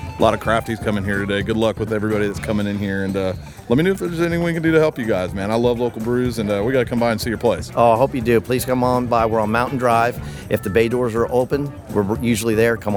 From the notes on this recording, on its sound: We made the rounds at the 2015 Baytowne Wharf Beer Festival